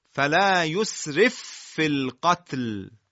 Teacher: فاء ساکنه در فاء متحرک ادغام شد · Term: ادغام متماثلین